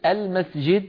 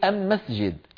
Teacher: عندهم أداة التعريف أم بدل ال · Shown in: second take · أم يعني بدل ما يقول المسجد يقول أم مسجد، بدل · Term: طمطمانية حمير